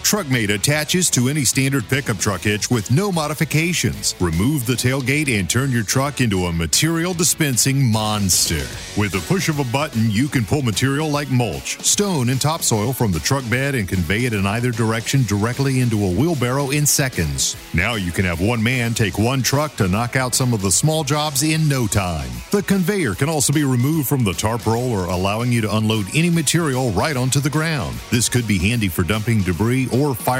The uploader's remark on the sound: At Synkd Live